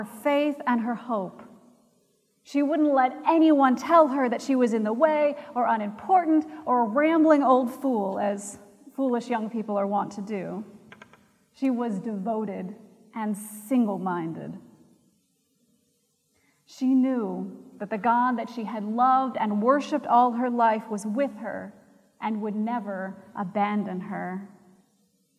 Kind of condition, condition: setting, large echoing room